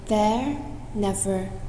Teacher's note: 美音就相应的把 er 卷舌